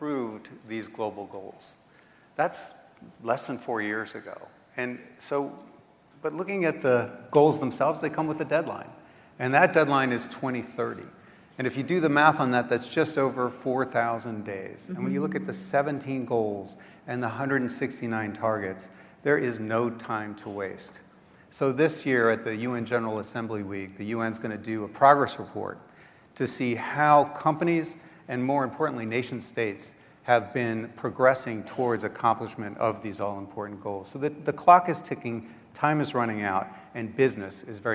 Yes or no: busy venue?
yes